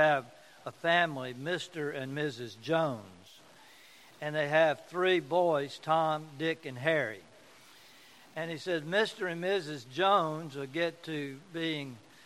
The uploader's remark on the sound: A sermon preached at the ordination service of new ruling elders and deacons.